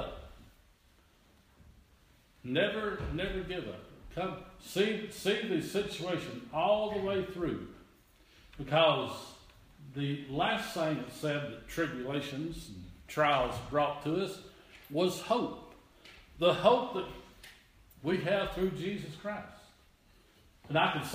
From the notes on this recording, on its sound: This is an audio reording of the sunday service at Persia united methodist church at Rogersville, TN